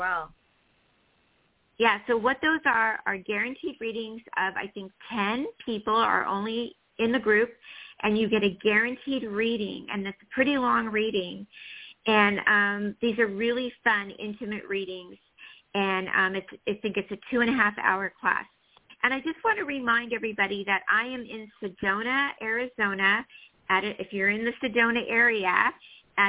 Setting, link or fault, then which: link, phone line